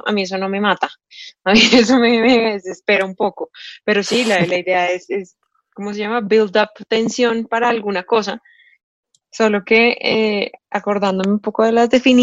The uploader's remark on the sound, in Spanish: Episodio grabado el 25 de junio de 2020 en línea, desde Bogotá - Colombia y Gante - Bélgica.